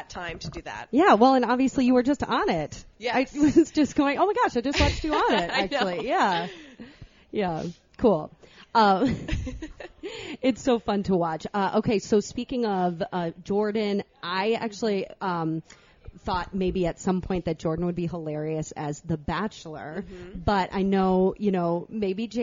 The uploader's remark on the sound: live from the Minnesota State Fair